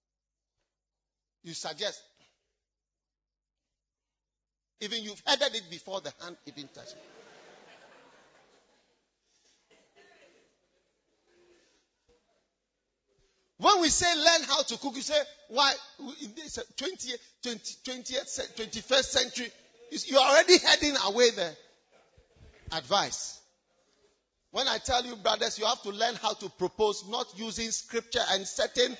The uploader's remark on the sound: Preached at First Love Church, Legon